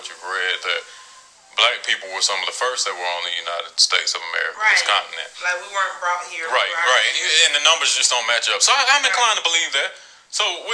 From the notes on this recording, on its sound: A special guest is welcomed with a surprise call in.